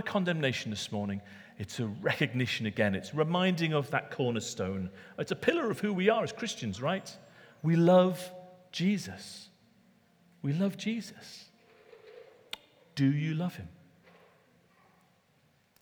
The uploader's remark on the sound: Recorded at Middlesbrough Community Church.